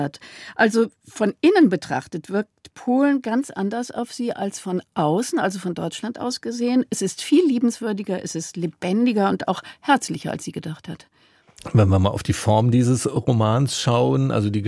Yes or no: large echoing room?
no